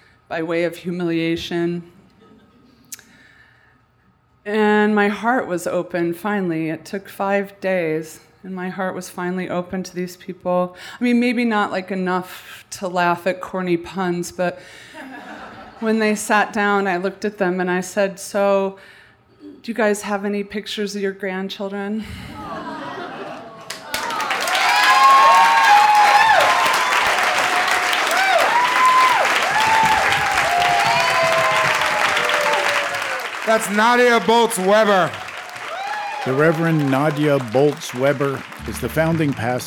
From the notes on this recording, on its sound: A special live edition of The Moth recorded at The Players Club in New York City.